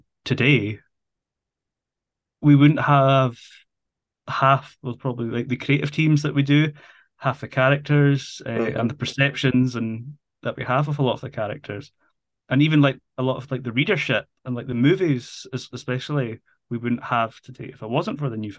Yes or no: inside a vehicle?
no